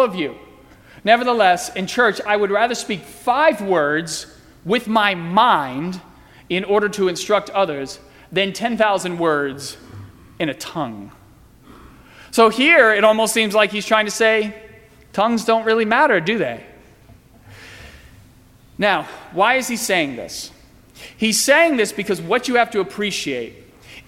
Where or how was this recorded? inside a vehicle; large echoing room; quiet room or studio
large echoing room